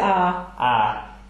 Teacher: in some dialects, they really don't have the diphthong. They just say, ah. Ah, you know.